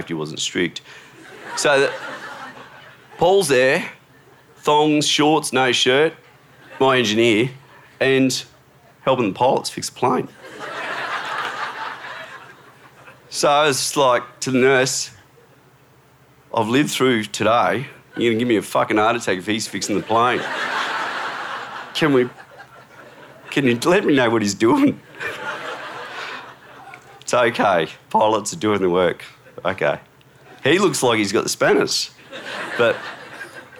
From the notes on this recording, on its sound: SPUN: True Stories Told in the Territory is a live storytelling event. Popping up at different venues across Darwin. Told at our event at Darwin Festival.